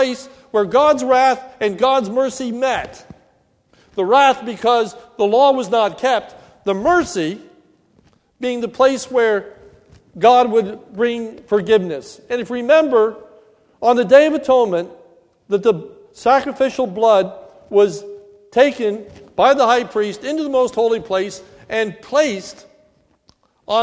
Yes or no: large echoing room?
yes